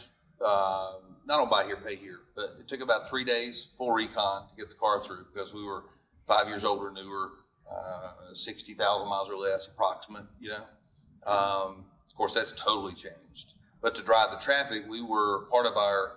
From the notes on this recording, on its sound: Dealer Panel Q&A Live From NIADA 2022.